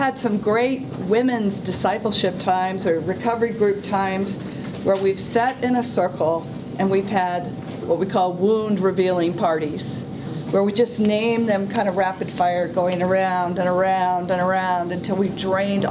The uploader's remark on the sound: Today’s audio comes from the National Disciple Making Forum by Discipleship.